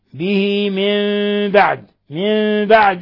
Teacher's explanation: قلبنا النون الساكنة ميما مخفاة لمجيء الباء بعدها · Term: إقلاب